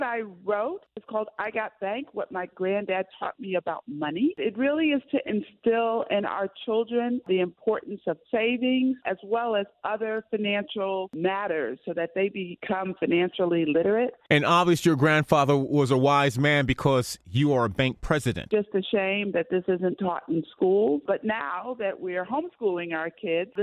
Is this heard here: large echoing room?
no